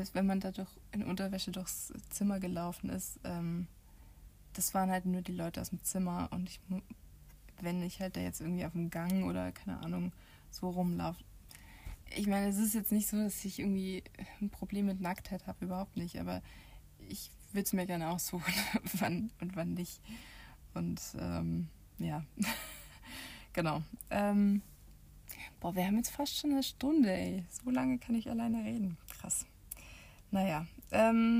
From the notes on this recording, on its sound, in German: Audio ist diesmal vom iPad, deswegen auch keine Hintergrundmusik, weil das zu dominant gewesen wäre.